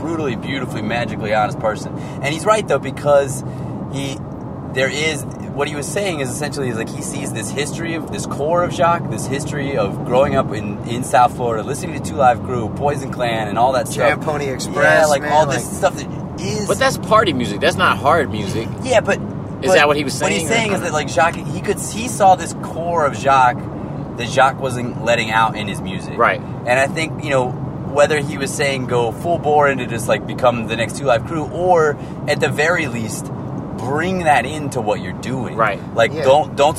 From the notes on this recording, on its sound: While on tour together in Florida, the three rappers take some time out of a drive.